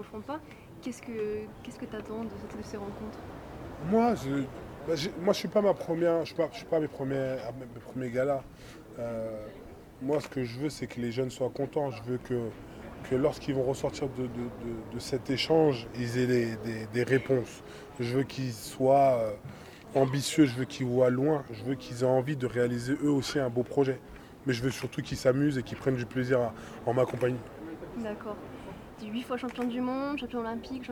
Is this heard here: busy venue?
yes